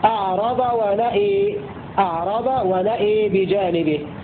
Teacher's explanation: أمال الألف التي بعد الهمزة فقط خلاد في الموضعين